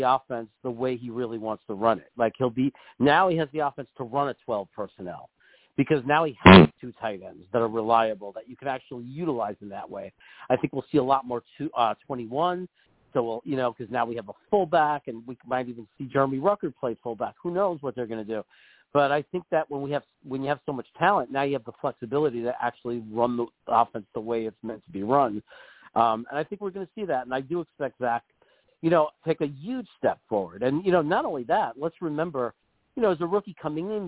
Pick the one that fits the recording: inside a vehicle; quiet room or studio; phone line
phone line